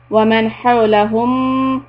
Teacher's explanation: This noon is followed by letter ha from the throat, so this is izhar.